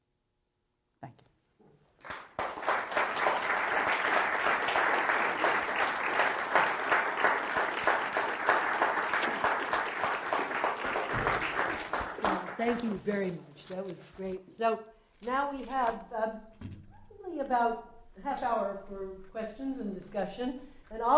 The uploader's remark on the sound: This talk was recorded on February 26, 2014, as the Dewey Lecture in Law and Philosophy.